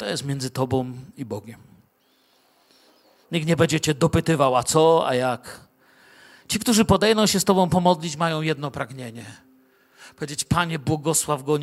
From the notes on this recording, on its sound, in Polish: Wykład nagrano podczas ostatniego w 2023 roku nabożeństwa w Kościele „Filadelfia” Bielsko Biała.